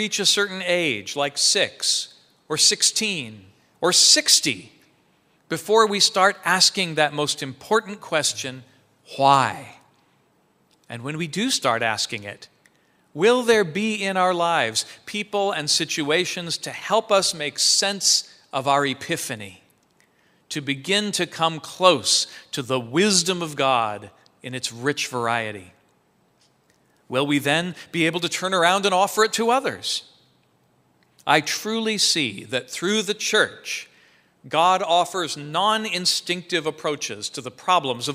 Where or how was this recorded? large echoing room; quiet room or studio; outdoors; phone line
large echoing room